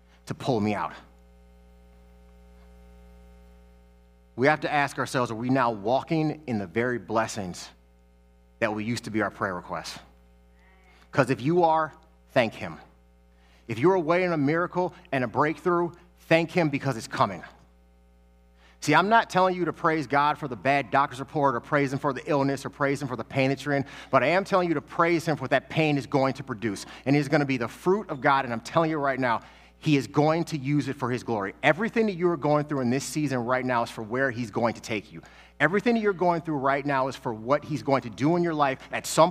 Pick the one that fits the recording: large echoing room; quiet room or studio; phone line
large echoing room